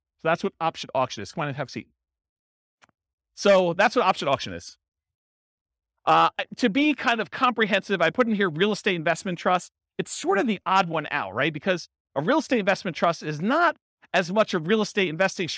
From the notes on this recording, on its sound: This was a live class recorded